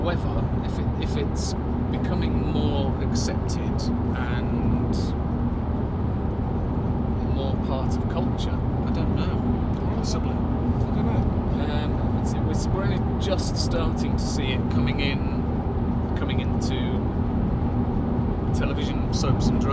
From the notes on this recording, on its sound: Vape Jam UK. We chat a lot in the car. Be prepared for shocking audio.